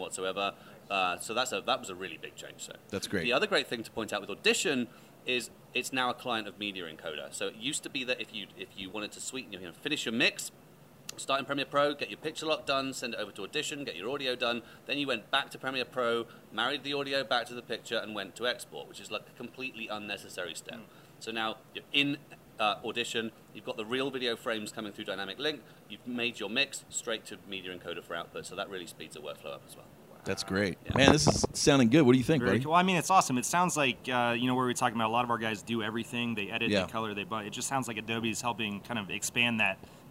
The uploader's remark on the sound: Adobe at NABshow 2016. Live from the NABshow floor.